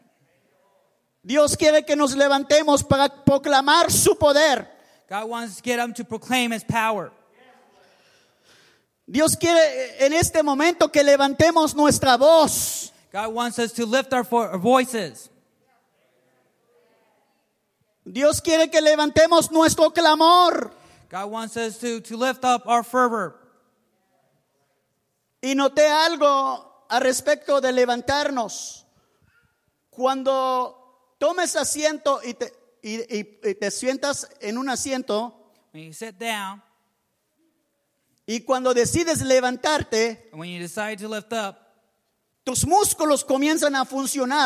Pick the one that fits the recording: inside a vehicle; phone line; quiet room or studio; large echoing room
large echoing room